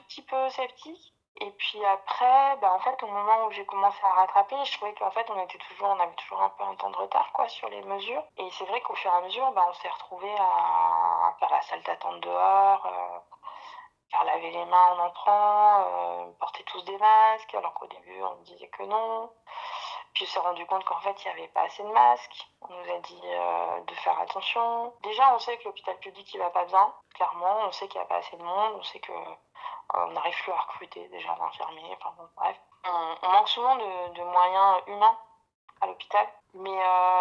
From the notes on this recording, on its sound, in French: il et elle racontent au téléphone